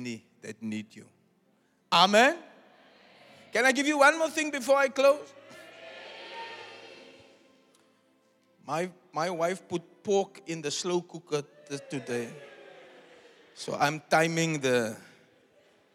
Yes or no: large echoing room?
yes